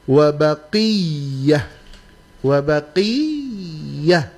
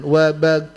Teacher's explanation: Ya-nya yang bertasydid itu ditekan · Shown in: first take